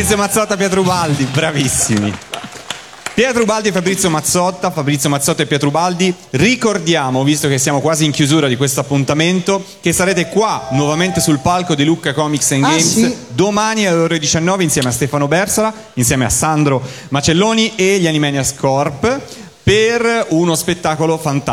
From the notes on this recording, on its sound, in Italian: Dal palco centrale di Lucca Comics & Games 2018.